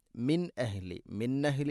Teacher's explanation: സാക്കിന നൂന് ശേഷം ഹംസ ഇവ്ഹാർ ചെയ്യണം, വെളിവാക്കി ഉച്ചരിക്കണം